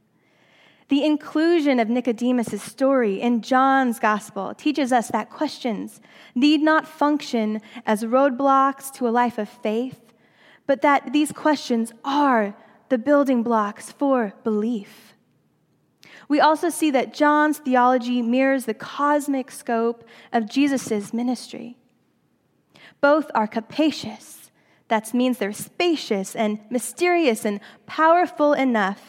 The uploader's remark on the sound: during the Traditional Worship service